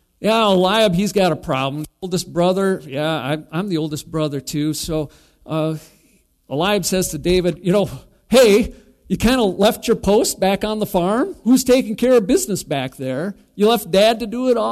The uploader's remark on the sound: Recorded live at Bethany Bible Church. Bethany Radio is a production of Bethany Bible Church in LeRoy, MN.